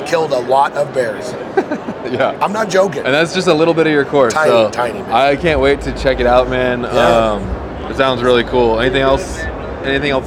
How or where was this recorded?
busy venue